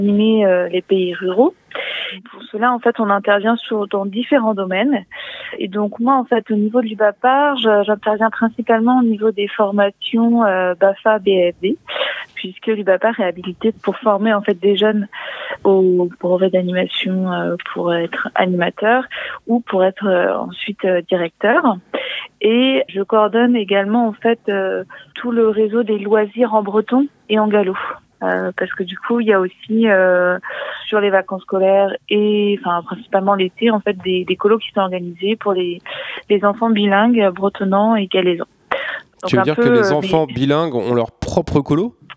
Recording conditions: phone line